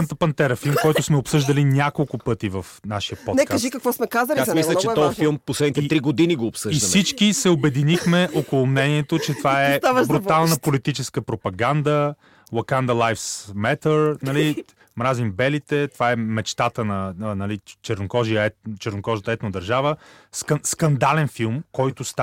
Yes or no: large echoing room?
no